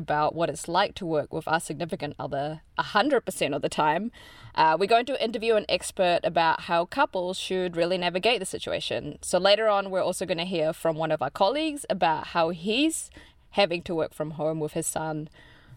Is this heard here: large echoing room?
no